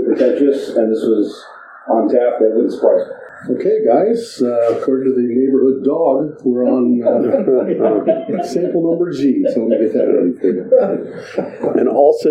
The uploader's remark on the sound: We had technical issues with this recording so the sound quality is not up to our usual standards.